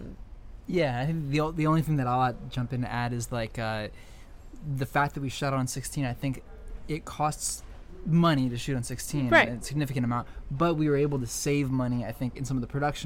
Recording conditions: busy venue